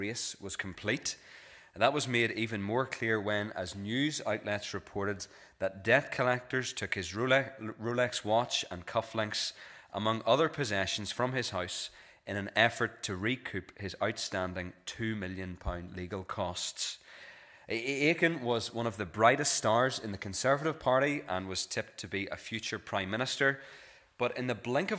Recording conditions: large echoing room